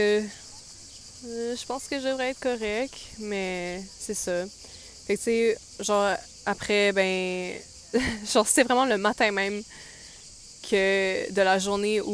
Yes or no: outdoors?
yes